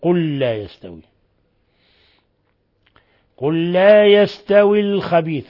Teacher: أضغمنا اللام في اللام في اللام إضغام متماثلين